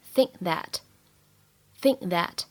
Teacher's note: think 和 that 出现在一起的时候呢，有一个不完全爆破的现象 · IPA: /θɪŋk/ /ðæt/